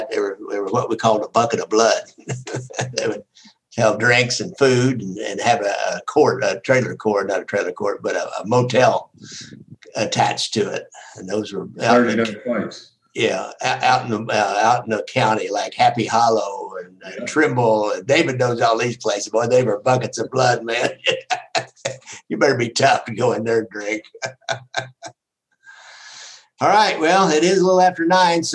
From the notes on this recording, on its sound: Listener Zoom call. Today’s guest on this fan Zoom call.